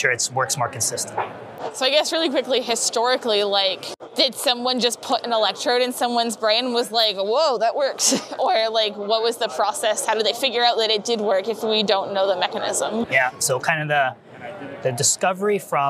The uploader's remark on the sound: In this set of interviews from the Society for Neuroscience 2023 conference